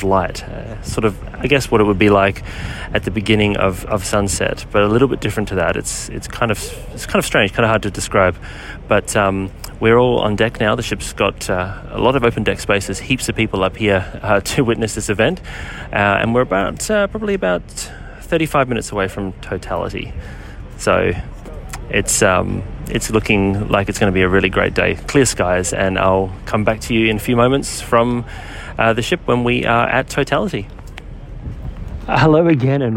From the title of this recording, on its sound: Live from Pacific Explorer Solar Eclipse Cruise